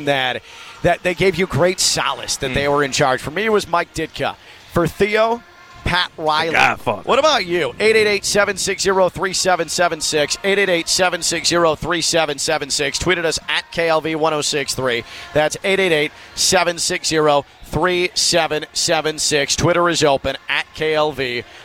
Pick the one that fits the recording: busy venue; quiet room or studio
busy venue